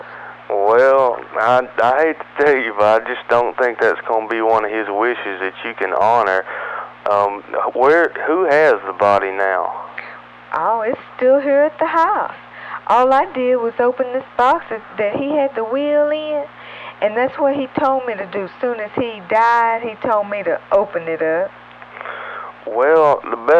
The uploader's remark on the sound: Prank Phone Calls